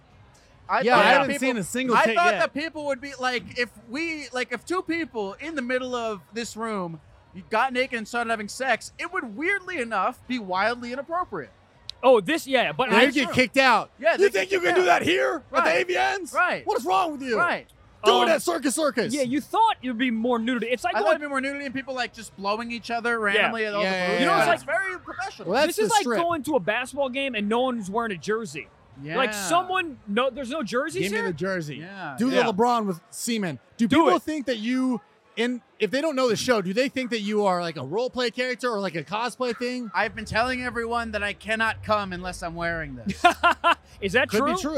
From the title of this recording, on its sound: Live From The AVNS